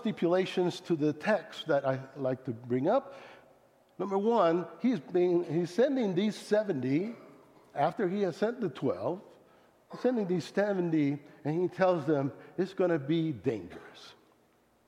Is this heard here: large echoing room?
yes